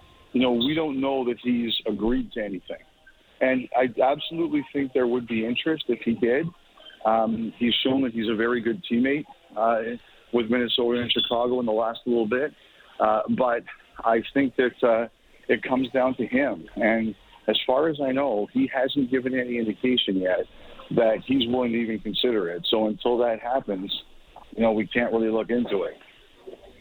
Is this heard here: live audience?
no